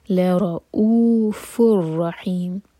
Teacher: غنہ لا را لام لائٹ را ہیوی لا را اوف الرحیم حمزہ پر کٹ آف ساؤنڈ اور او دو حرکہ لمبا یہ ہے مد بدل لا رؤوف الرحيم فر تنوين کے بعد